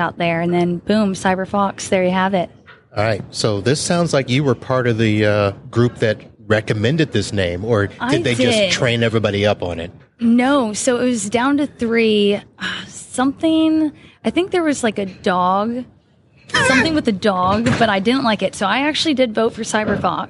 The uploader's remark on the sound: Live from ASCII Edge